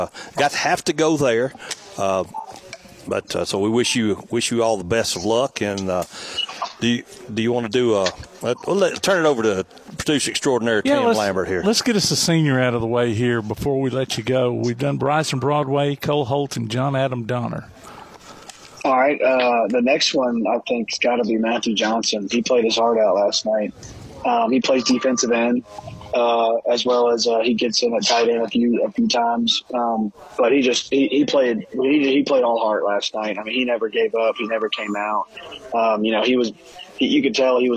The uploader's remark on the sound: Live at the Rocket City Trash Pandas store